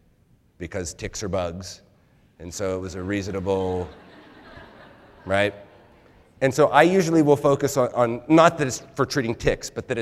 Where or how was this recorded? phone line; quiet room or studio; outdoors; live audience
live audience